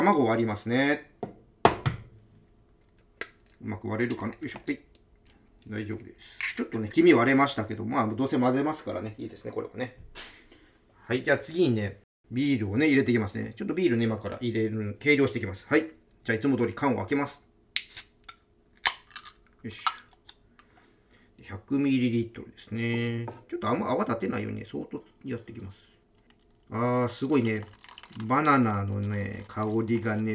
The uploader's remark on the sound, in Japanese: ビールを使った料理を作りながら収録です。